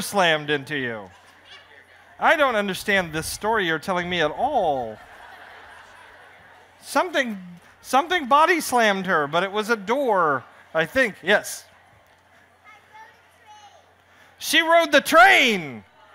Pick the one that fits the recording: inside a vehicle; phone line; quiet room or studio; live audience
live audience